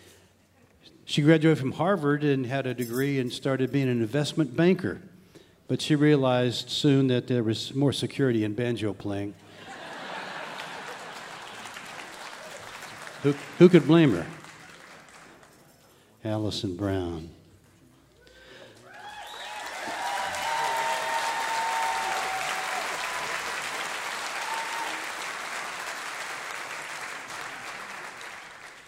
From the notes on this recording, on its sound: This episode was recorded on May 7th, 2023 at Peoples Bank Theatre in Marietta, Ohio.